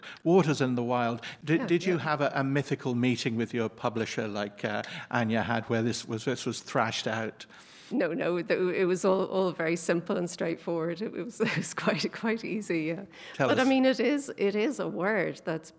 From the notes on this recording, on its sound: Recorded live at Dublin Book Festival.